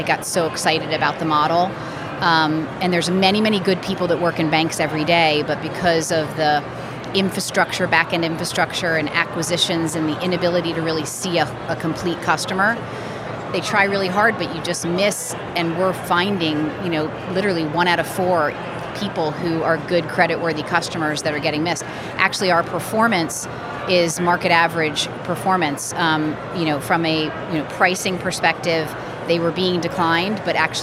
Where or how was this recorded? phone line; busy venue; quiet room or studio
busy venue